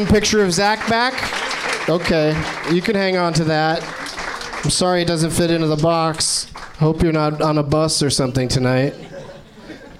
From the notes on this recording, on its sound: Live from the NerdMelt Showroom